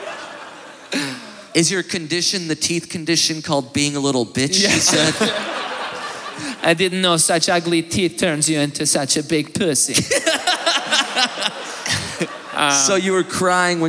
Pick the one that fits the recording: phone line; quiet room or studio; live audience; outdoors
live audience